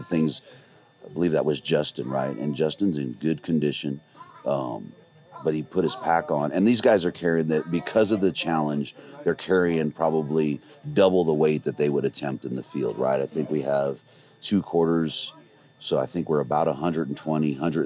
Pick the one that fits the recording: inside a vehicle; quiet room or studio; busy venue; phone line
busy venue